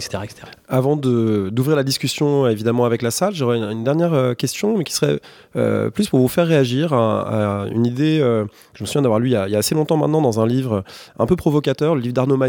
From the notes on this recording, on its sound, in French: Emission enregistrée à la BIS (Bibliothèque de la Sorbonne, salle Jacqueline de Romilly) le 29 mars 2023 dans le cadre des “Nocturnes de l’histoire”